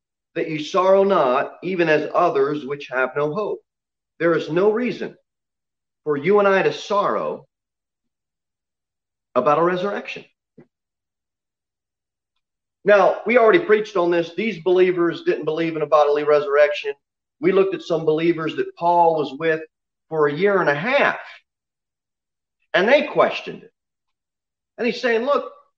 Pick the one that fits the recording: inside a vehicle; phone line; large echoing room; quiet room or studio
large echoing room